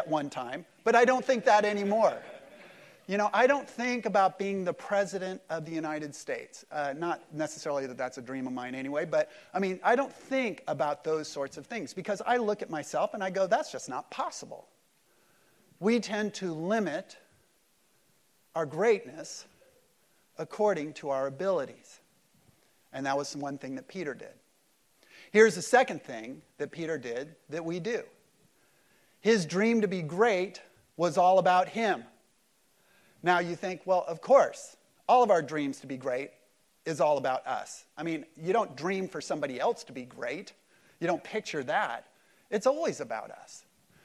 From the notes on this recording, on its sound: Easter service at Mariners Church Huntington Beach